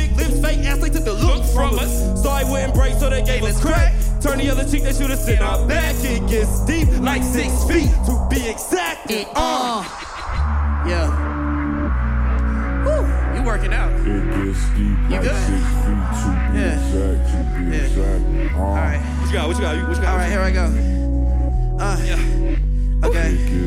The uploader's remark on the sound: This performance was recorded at Square Cat Vinyl. This performance was recorded at Square Cat Vinyl .